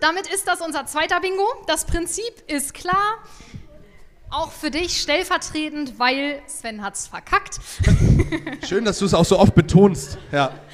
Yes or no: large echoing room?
yes